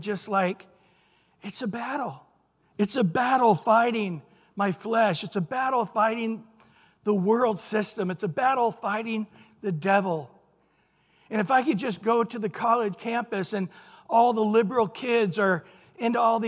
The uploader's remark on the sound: Recorded at Calvary Chapel of Los Alamitos. Sunday Morning Sermon.